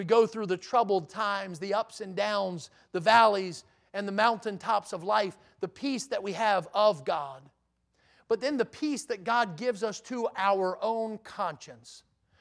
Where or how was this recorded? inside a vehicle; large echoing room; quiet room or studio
large echoing room